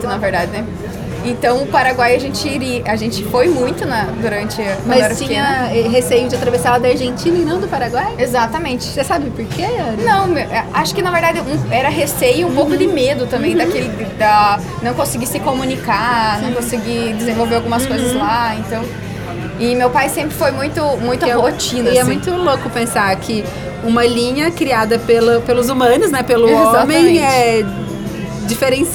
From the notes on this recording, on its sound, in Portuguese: Este podcast foi gravado no estande da Gris durante o Encontro de Land Rover que aconteceu em Foz do Iguaçu em setembro.